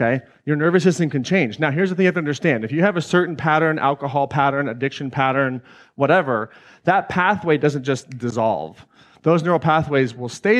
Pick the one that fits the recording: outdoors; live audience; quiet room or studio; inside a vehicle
live audience